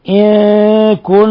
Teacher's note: نون ساكنة جاء بعدها الكاف إخفاء حقيقي